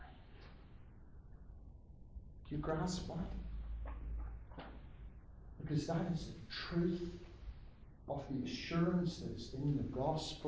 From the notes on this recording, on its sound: Sermon delivered at the Church of Ireland Theological Institute